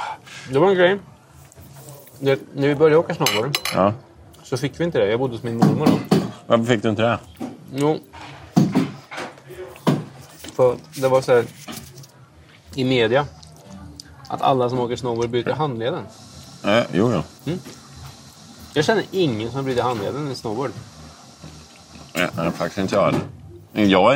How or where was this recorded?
busy venue